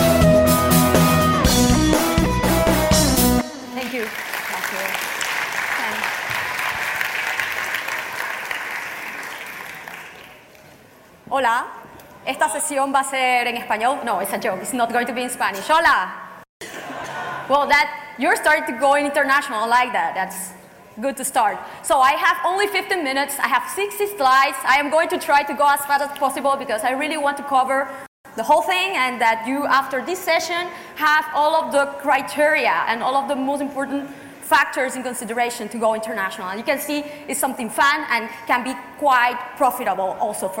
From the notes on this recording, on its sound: we are presenting a talk from April’s BrightonSEO conference